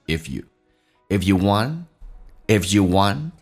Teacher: if you 不被强调，用降调来读，变成 if you.